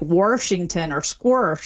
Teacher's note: the intrusive R, which is where you get an R sort of just stuck in the middle of places that never had one by people that typically don't drop their R elsewhere, and that's when you say like Washington or squirsh.